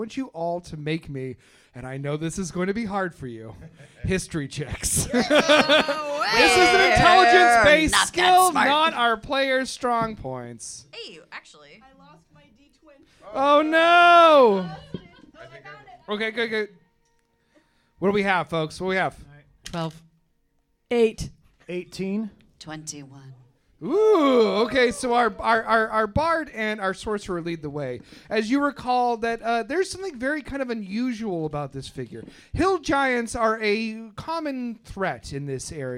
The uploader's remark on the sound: We thought we’d give you an audio taste of our new live show at Lincoln Lodge theater in Chicago!